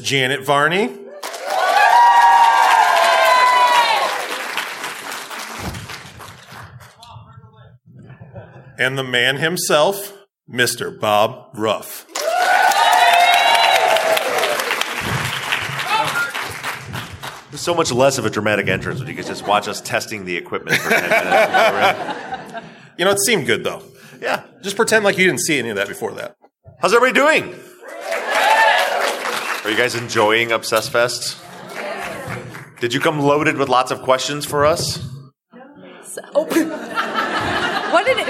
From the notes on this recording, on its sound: This week's follow-up is a live recording from Obsessed Fest in Dallas, Texas. Answer live listener questions.